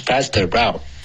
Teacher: Route 结尾的干脆的停顿要注意，不能发成 row 这样自然停